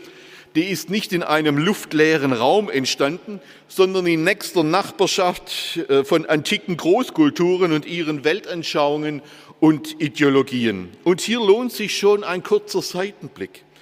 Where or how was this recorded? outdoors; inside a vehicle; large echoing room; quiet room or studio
large echoing room